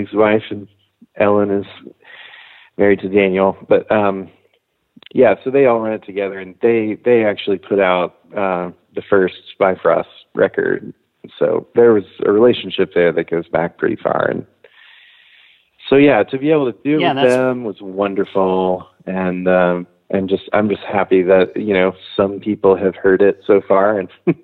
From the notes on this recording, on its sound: Talks on the phone.